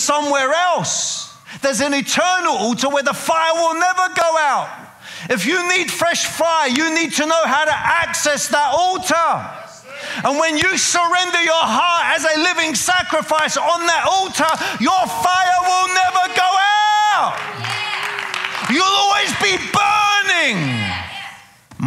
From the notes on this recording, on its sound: preaching at a CCF Ministries in Lowell